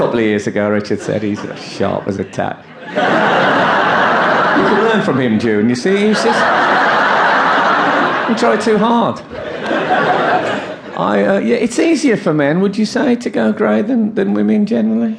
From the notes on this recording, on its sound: Format: Original Recording. Recorded during his 40 night sell-out run at the Leicester Square Theatre and part of his highly anticipated 2014 tour.